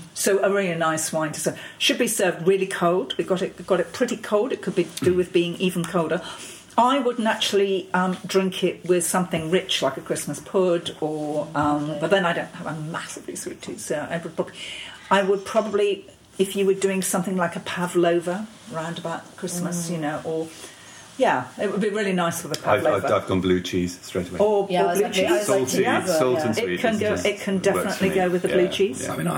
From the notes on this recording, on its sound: Recorded during the 2018 Padstow Christmas Festival